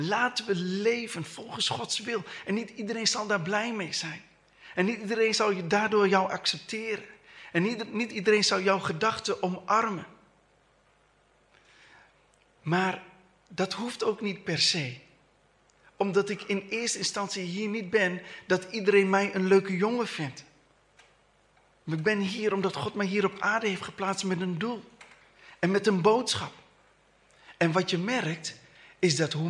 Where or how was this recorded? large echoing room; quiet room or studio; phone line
large echoing room